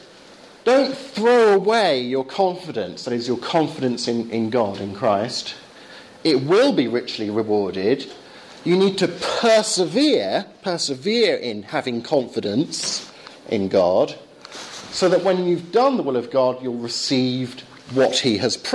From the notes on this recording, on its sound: Lecture delivered at Belgrade University Philosophy Department, October 2011.